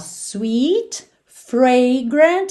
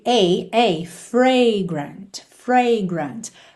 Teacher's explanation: percebe que esse som da primeira letra A é o A aberto, ok? A, fragrant, fragrant.